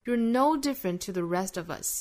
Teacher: 要注意重读的点呢是在 no 这个词上